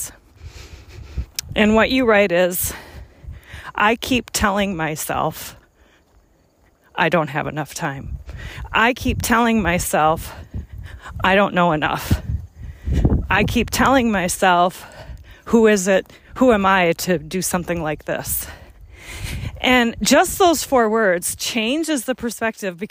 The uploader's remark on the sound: I decided to switch things up a bit by recording while taking a brisk walk. So, if you hear me slightly out of breath at times, that's just me adding some extra energy to our conversation!